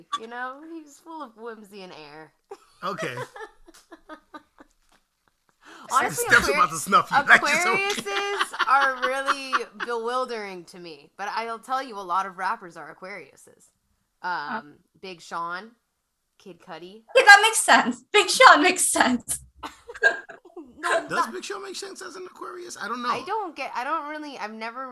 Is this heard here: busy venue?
no